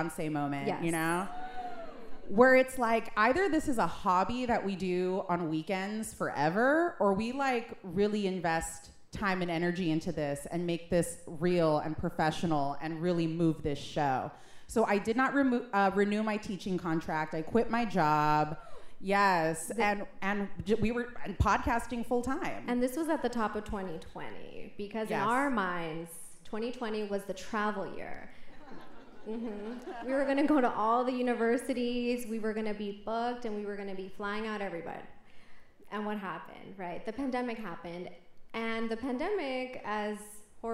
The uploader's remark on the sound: For My Cultura's Two Year Anniversary Live Show.